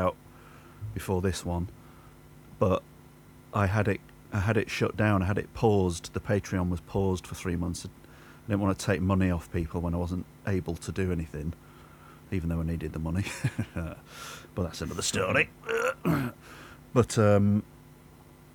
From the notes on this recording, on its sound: I'll level with you, the audio in this could be better. It's a bit hiss n hum and there are some mystery digital space noises to contend.